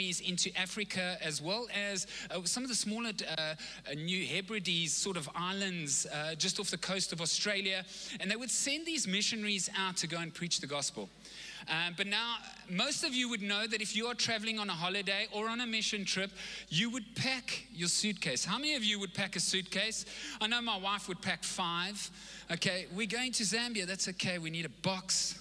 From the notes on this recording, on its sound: Recorded live on Sunday the 3rd October 2021